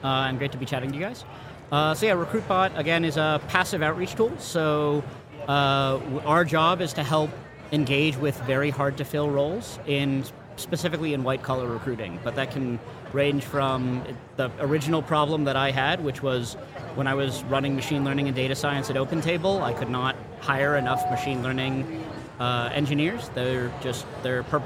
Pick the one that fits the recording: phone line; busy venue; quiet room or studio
busy venue